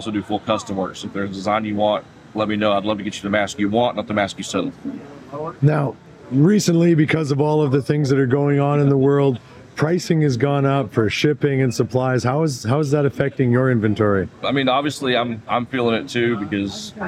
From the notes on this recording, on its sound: This interview was recorded during Transworld